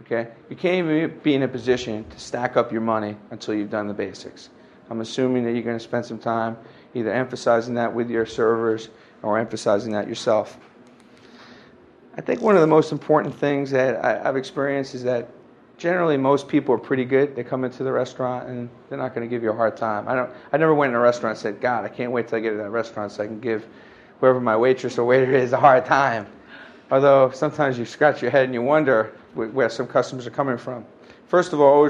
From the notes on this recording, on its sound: delivered live at The Hard Rock Cafe